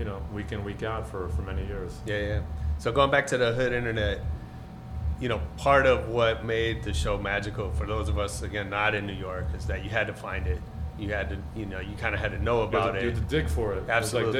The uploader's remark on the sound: This week we come at you live and direct from the world Los Angeles premiere. It’s a short interview because we taped right before the film started.